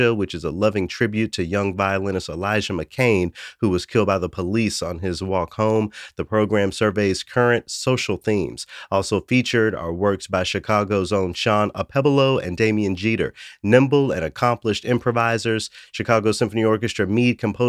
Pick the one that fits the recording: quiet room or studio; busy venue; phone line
quiet room or studio